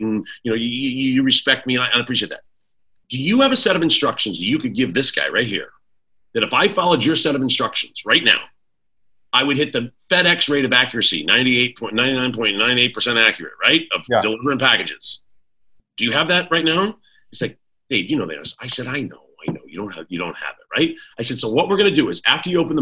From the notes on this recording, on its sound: I decided to dive into the arena of live video podcasts. My first ever recorded Zoom as a Host.